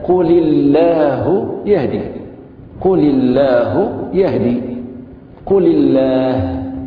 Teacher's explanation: لأنه عندما نسمع مثلا يعني المؤذن يؤذن يقول الله الله أكبر، هو يفخم الهمزة ويفخم الهاء، إن الله، الهاء لا تفخم ولو في اسم جلالة